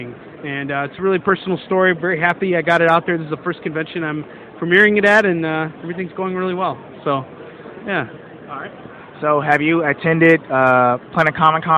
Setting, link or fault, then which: setting, busy venue